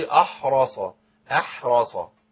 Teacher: الحاء ساكنة. الحاء ساكنة ومرققة.